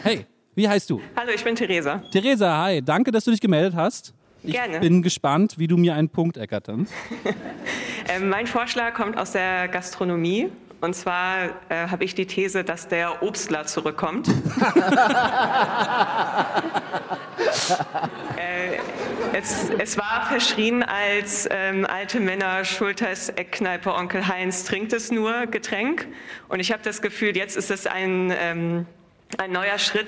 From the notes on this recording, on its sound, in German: Mit Livepublikum im Saal, beim Podcast-Festival von ZEIT ONLINE. Weil der so viel Spaß macht, spielen wir diesmal in Überlänge, und das mit Livepublikum im Saal, beim Podcast-Festival von ZEIT ONLINE .